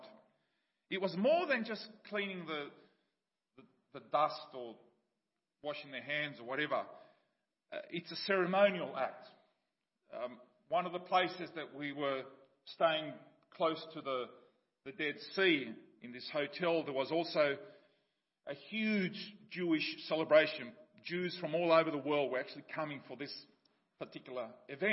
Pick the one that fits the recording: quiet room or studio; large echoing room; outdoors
large echoing room